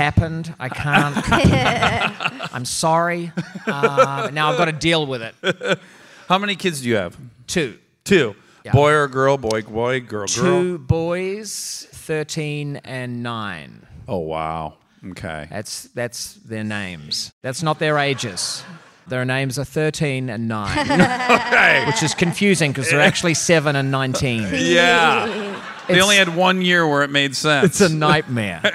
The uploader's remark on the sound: Armchair Expert Live from San Antonio at the Dad 2.0 Conference.